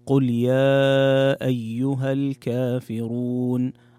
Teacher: المد المنفصل يمد بمقدار حركتين بقصر المنفصل أو بالتوسط أو المد الطويل اللي هو أربع أو خمس حركات.